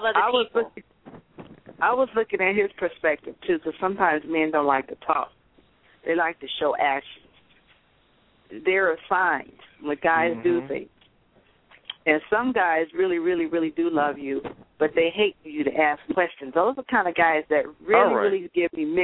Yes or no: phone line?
yes